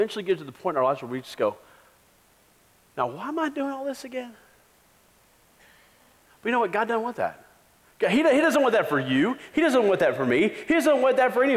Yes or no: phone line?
no